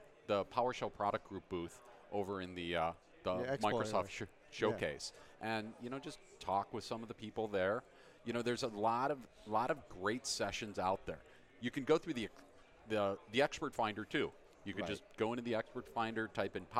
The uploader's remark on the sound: Live from Microsoft Ignite 2018. Here at Microsoft Ignite 2018.